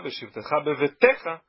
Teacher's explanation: bevetecha é uma sílaba tônica antes da final, ou seja, uma palavra que é paroxítona